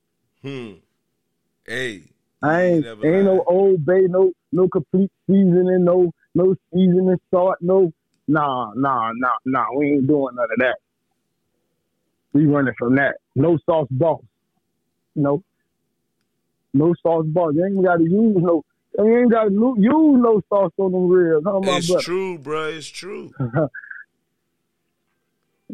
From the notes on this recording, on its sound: he got on the phone to chop it up with me on the They Say I'm Blunt show